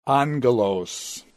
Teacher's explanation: when angelos becomes angelon, the accent stays on the antepenult